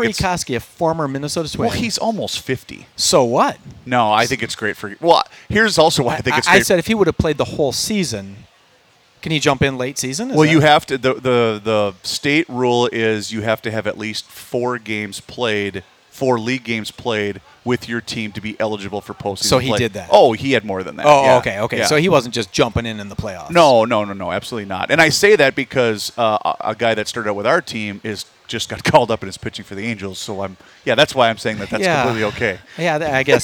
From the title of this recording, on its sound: Our first show from the Minnesota State Fair in two years!!